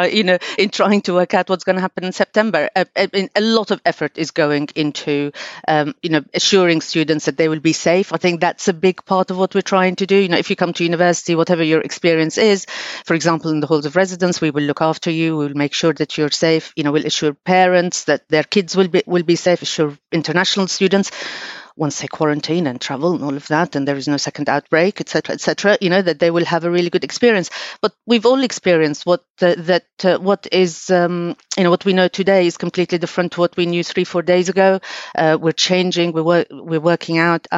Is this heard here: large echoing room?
no